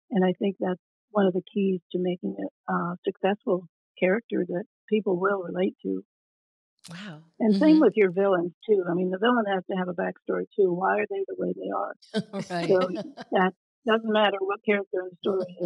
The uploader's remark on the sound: We experienced some connection issues during our interview so the quality is not what you normally expect from Talk Exchange.